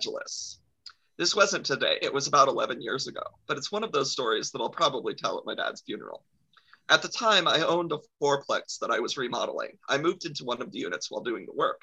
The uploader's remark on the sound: This means we hop on a zoom on a Friday night with drinks in hand and vamp about different topics.